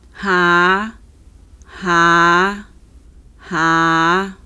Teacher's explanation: a low rising tone meaning to seek